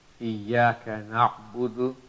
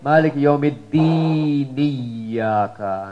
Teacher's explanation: It doesn't allow us to connect the noon with the ya. · Shown in: first take · Term: Hamzatul Qat